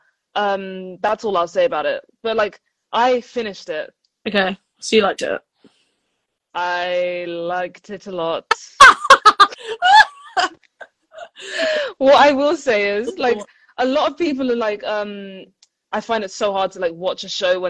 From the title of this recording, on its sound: BONUS EPISODE from IG Live